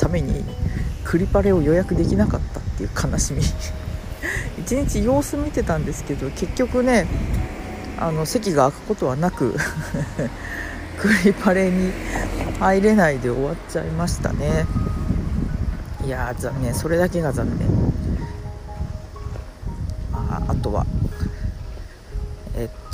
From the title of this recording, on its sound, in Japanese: 外収録。外であるだけ。